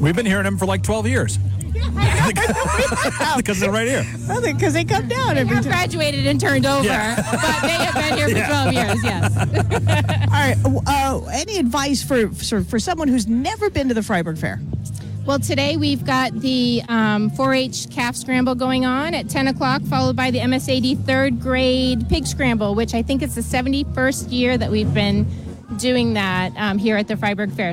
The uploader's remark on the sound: Live From the Fryeburg Fair. Live at the 173rd Fryeburg Fair.